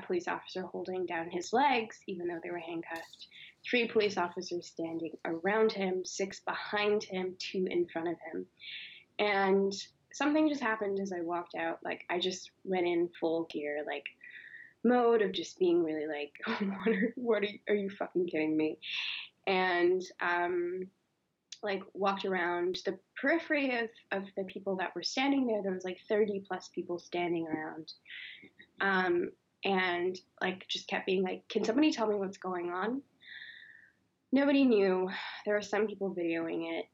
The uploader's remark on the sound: the audio is TRASH on this episode